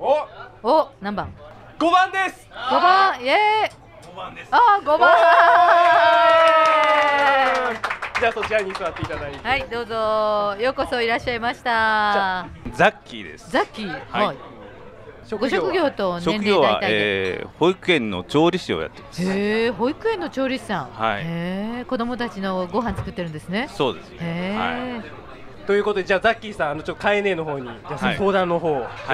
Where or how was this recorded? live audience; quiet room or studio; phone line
live audience